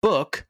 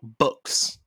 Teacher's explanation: So the last sound in book is k, which is an unvoiced sound. So make it plural, books, right?